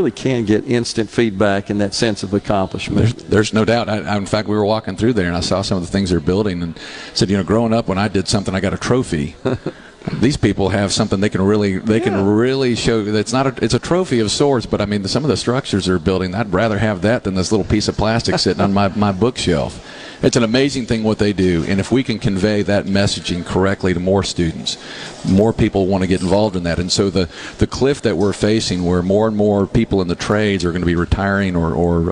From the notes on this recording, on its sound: MidDays is LIVE from the MS Trade Mart for the Mississippi Construction Education Foundation Skills USA State Championship.